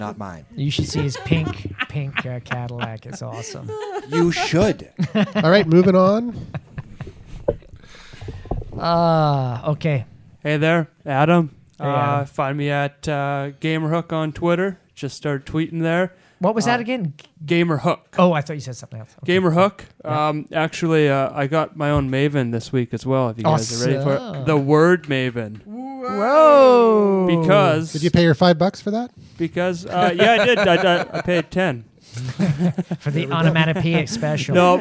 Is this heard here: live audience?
yes